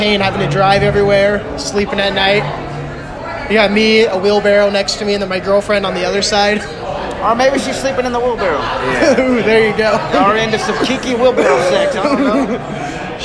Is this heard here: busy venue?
yes